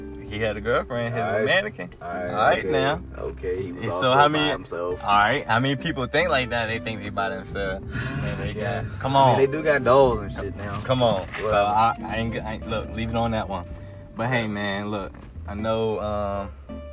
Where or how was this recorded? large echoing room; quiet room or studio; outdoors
outdoors